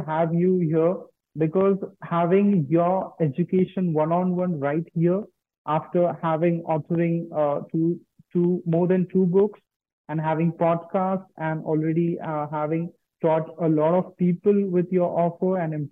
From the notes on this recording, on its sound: On his live zoom session.